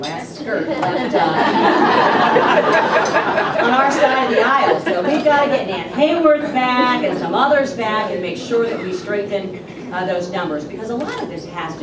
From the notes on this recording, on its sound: WASHINGTON, D.C. Two members of the House Financial Services Committee appeared before a breakfast meeting of The Ripon Society.